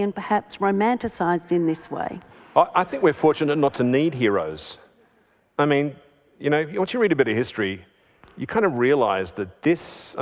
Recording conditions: live audience